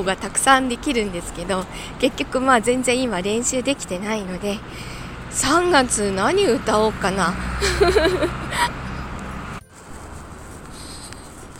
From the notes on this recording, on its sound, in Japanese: なんだか、雑音入ってます。